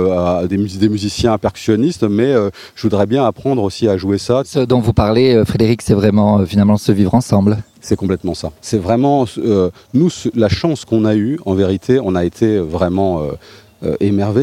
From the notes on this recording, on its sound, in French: S’est rendue au festival des arts du monde et a pu interroger.